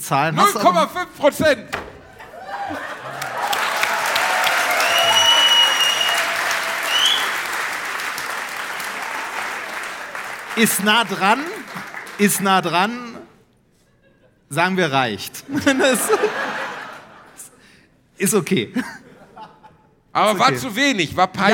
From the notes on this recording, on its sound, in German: Diese Woche gibt es daher die erste Hälfte unseres Live Mitschnitts aus der wundervollen Schwarzkaue in Herten.